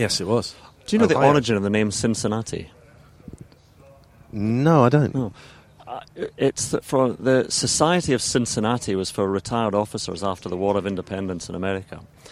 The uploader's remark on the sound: The inaugural in-person pod. Together at the BMW PGA Championship at Wentworth for the pro-am day, recording the show in between the first tee and the practice putting green.